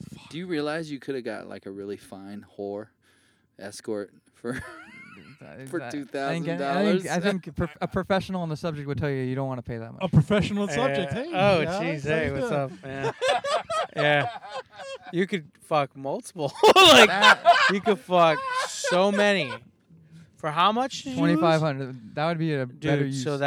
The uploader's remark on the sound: we are in the car